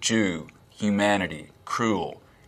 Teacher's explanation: the vowel in words like goose, Jew, humanity, cruel, we will be cruel to the Germans, is fronter in the mouth · Term: goose fronting